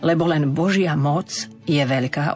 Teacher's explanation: ak urobíme prestávku, lebo len Božia moc je veľká, ostane to c, neznelé. Ale ak to spojíme, tak musí zaznieť na miesto c, z, lebo len Božia moc je veľká.